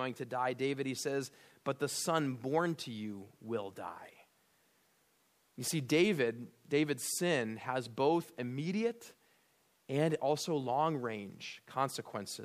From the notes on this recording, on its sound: at Immanuel Lutheran Church in Pasadena, CA